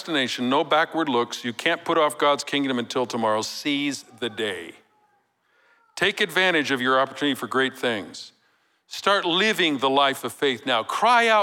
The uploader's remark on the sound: Recorded live at Capital Church in Meridian, Idaho